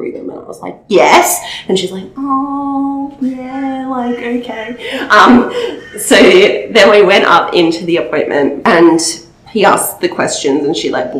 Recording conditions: poor microphone